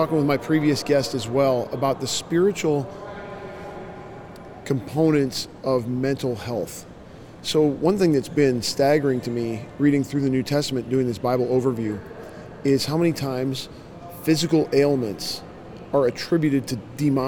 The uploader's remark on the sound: LIVE from CPE 2022!